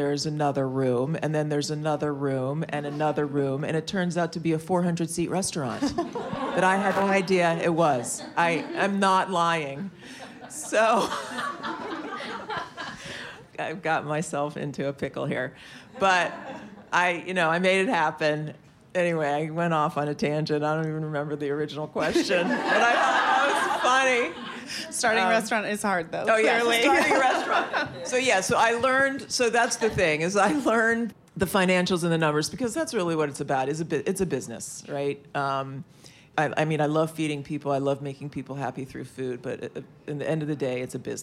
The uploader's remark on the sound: Recorded in front of a live audience at the Eaton Hotel—in conjunction with this month’s Women Who Travel meetup.